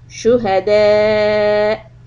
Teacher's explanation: stop with a little hiccup on همزة